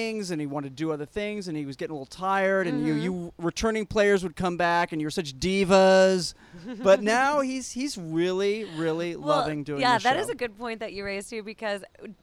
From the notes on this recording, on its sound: On the set of Survivor: San Juan Del Sur in Nicaragua. Broadcasting on location from the set of Survivor in Nicaragua.